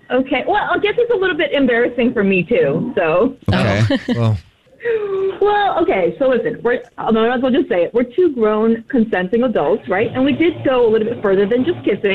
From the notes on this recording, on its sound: We get that other person on the phone to see why they're "ghosting". Something happened when we tried to call the women that is ghosting a guy that was kind of a disaster and no one on the show, or on the phone, was ready for it!